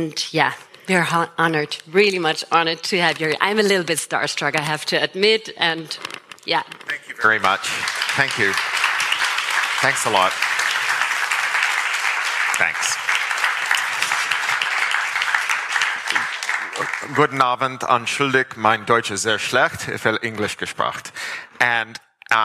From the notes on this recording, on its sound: at Elevate Festival 2023